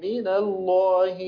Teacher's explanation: فخم اللام من أولها